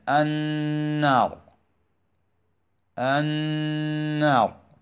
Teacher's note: نقوم بنطق هذه النون ونظهر غنة بمقدار حركتين لا أكثر، فتنطق كالتالي: النار النار، فقط، ما نزيد كثيرا ولا نتكلف.